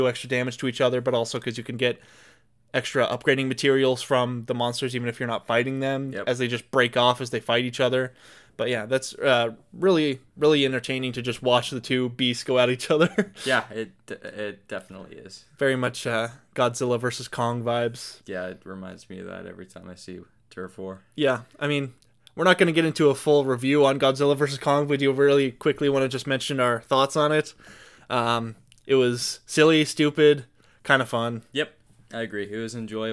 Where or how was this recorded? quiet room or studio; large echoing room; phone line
quiet room or studio